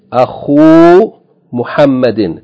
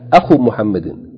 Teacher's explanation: Not Akhu Muhammadin. Not Akhu with a short vowel, but elongating that dhamma with wow. · Shown in: first take · Akhu Muhammadin.